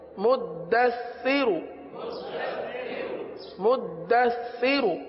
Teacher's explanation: سا میں سیٹی کی آواز نہیں آتی، سام زبان کا سرا اوپر کے دانتوں کے اندرونی کنارے پر لگتا ہے.